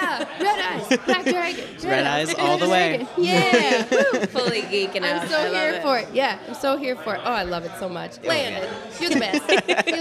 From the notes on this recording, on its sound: Live at The Loch. Owners of The Loch Cafe and Games, for letting us record in your space.